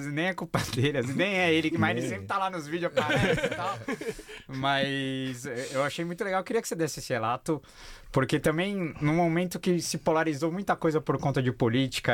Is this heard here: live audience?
no